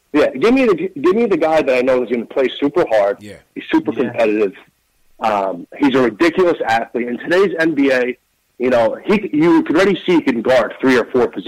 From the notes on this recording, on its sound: take live phone calls from fans around the world